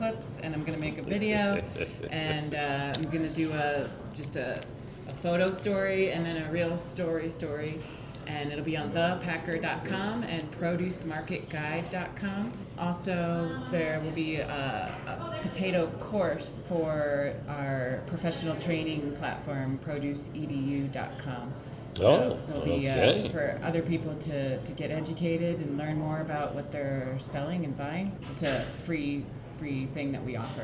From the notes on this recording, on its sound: live from Idaho Falls at the 2023 Idaho Potato Commission Foodservice Harvest and Packing Tour